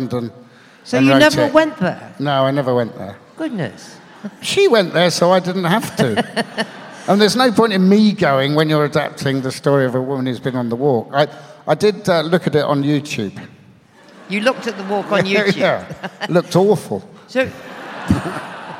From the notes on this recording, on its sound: Recorded at 5x15 live in London at EartH Hackney on 8th October 2019.